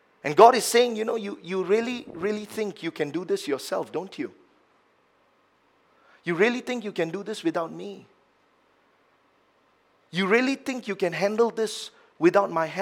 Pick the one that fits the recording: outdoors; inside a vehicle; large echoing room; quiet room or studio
large echoing room